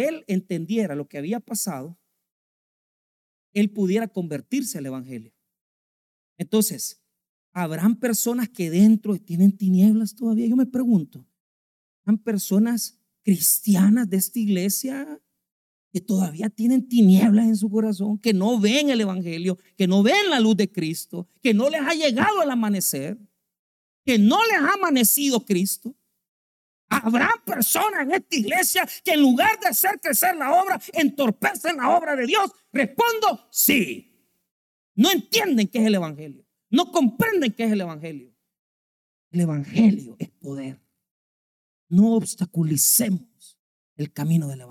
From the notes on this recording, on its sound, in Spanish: en nuestro Culto de Jueves de Estudio Bíblico